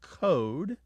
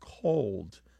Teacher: they drop L sounds before what are known by linguists as back vowels, such as O. · Shown in: first take · These are vowels literally pronounced in the back of the mouth, especially when those vowels happen before certain consonants.